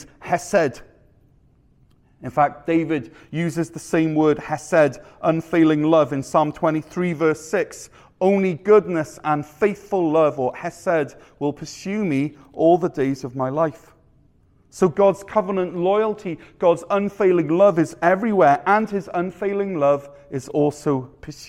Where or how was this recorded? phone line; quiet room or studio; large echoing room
large echoing room